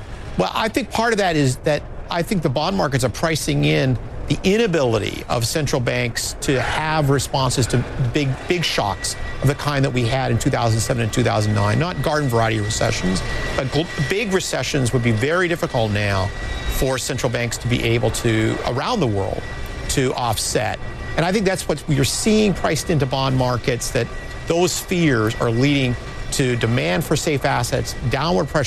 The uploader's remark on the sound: Live from the New York Stock Exchange.